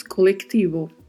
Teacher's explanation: temos que ter cuidado com o V da última sílaba, porque ele tem um leve som de B. Então pronunciamos coletivo.